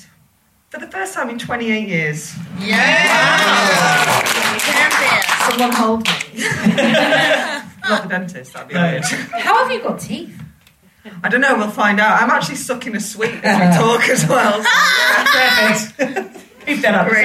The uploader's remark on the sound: on stage at the Marlowe Comedy Festival in Canterbury